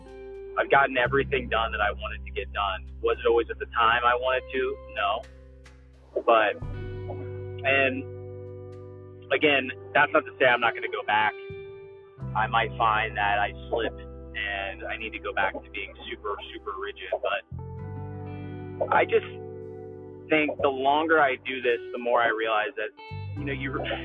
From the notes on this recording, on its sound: Random thoughts while driving